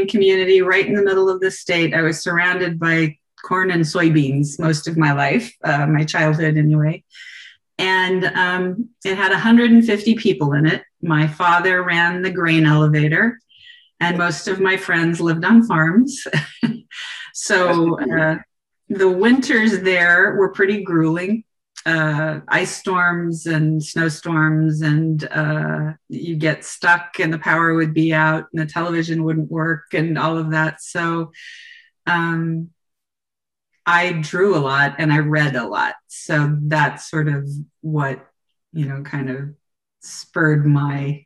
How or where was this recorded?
video call